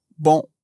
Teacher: Em francês, esse é sempre um som seco, por isso a gente vai preferir falar on, seco e rápido, que não se prolonga e nem fecha a boca, não é non, non, mas non.